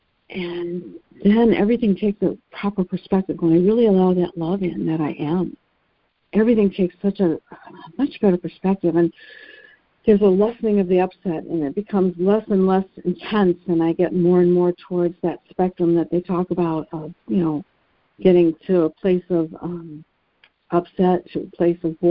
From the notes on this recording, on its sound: ACIM Daily Conference Call